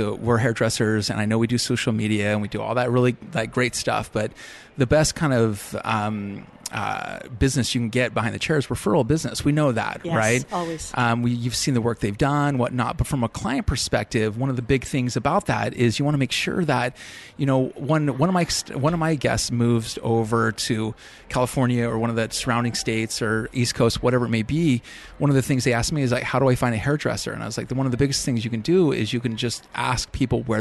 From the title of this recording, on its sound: Live at ISSE 18